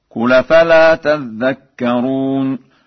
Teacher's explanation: قرأ ورش بتشديد الذال